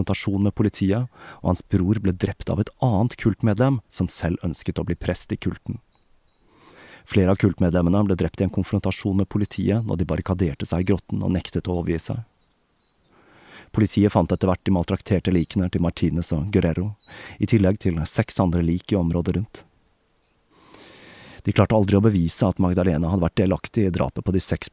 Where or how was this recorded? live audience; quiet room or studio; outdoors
outdoors